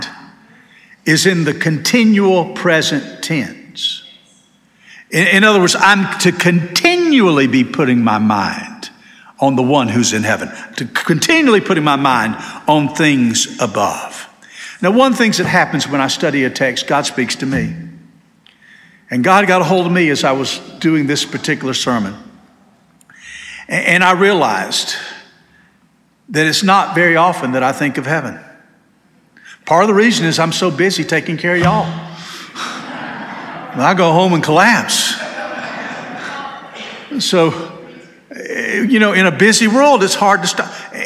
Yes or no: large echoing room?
yes